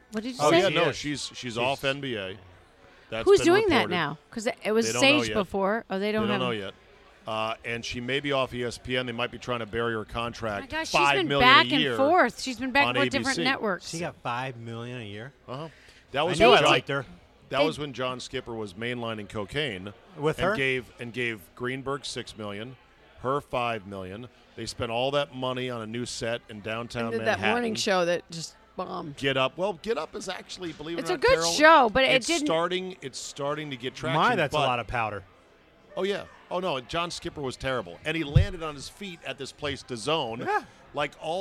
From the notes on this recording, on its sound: Recorded at DC Prime Steakhouse in Ashburn, VA.